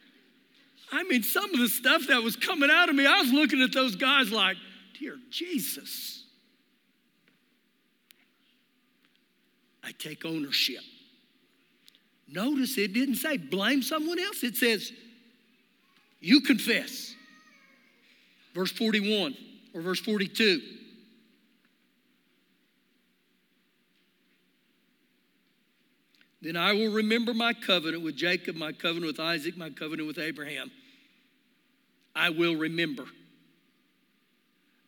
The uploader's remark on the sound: Recorded live during our Sunday morning service